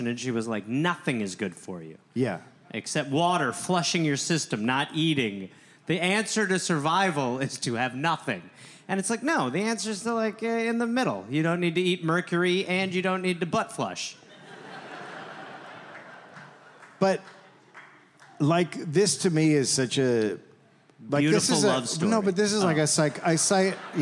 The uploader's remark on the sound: Recorded live in Seattle.